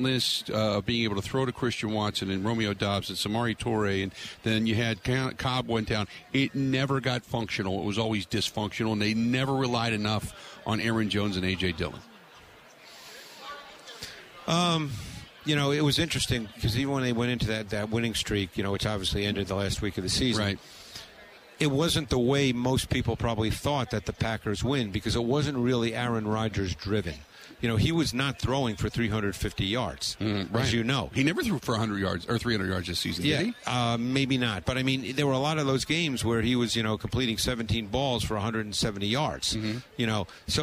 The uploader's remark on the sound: Live From Radio Row At Super Bowl 57